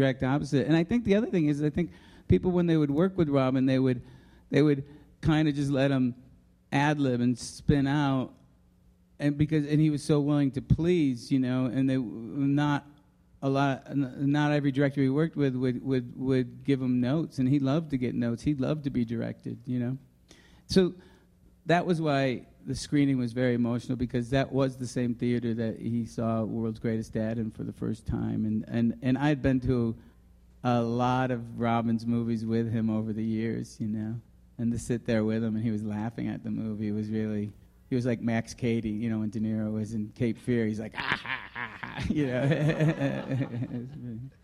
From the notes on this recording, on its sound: Screen Talk came to Park City for the Sundance Film Festival this week. Live recording of the latest episode, which took place in front of a sold-out crowd at the Airbnb Haus on Main Street.